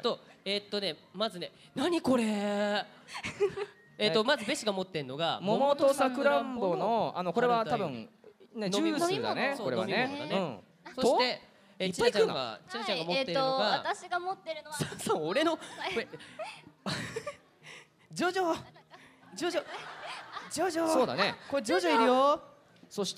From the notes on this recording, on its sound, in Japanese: 先日行われたサンリオ国との同盟会談=公開録音の模様。